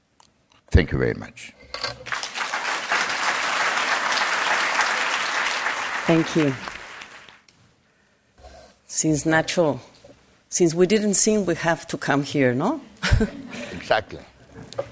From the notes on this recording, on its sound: A flash mob opera performance by the Opera Ambulante in Tijuana surprises the panelists and audience in this second session of Mexico Moving Forward 2014.